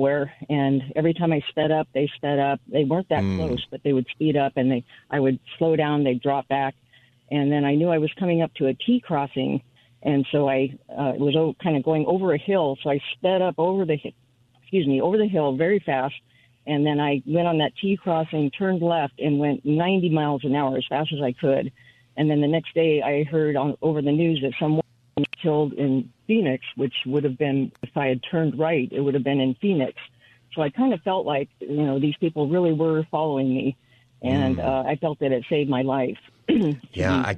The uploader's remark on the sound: It's also Open Phone Friday